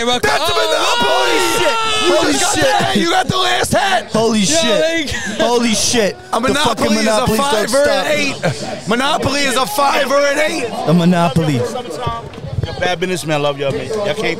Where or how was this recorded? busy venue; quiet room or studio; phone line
busy venue